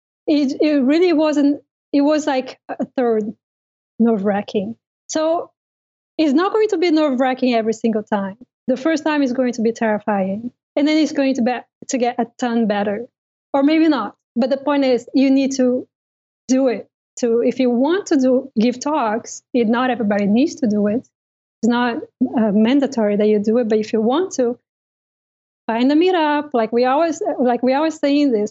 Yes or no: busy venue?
no